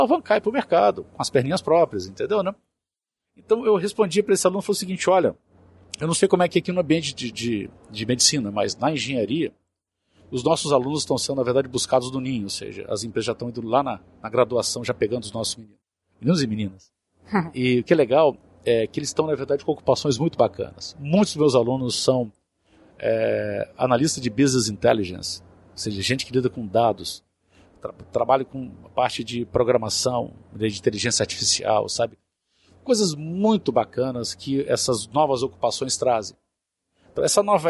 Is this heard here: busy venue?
yes